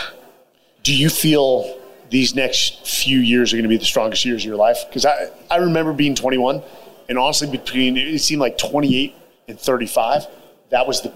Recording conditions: live audience